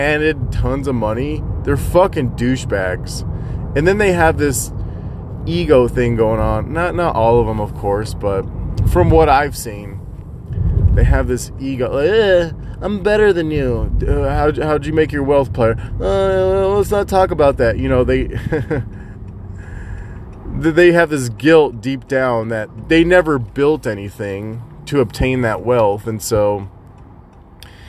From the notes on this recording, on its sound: Rambling in the car while driving to gym.